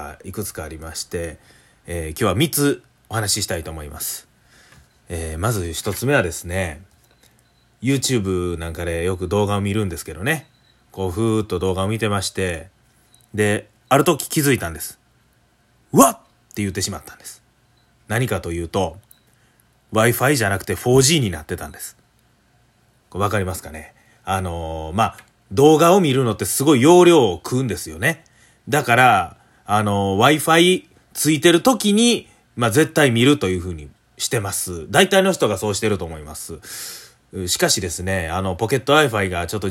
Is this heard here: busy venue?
no